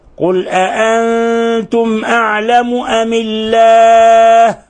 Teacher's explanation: لفظ الجلالة أم الله؟ لأنه سبقها كسر، الميم مكسورة، فالميم أمي، هذه ميم المكسورة أثرت في لفظ الجلالة فرقق لفظ الجلالة، فنقرأها قل أأنتم أعلم أم الله ومن أظلم ممن كتم